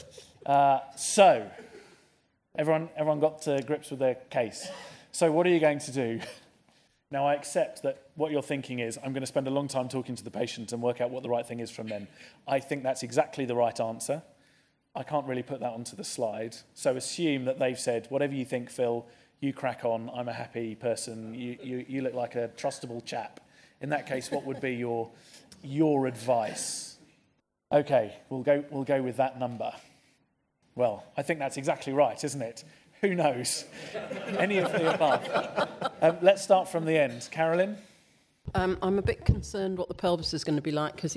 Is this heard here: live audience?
yes